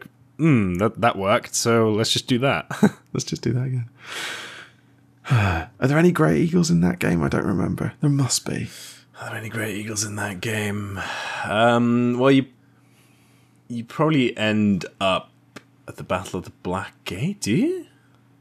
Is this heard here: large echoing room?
no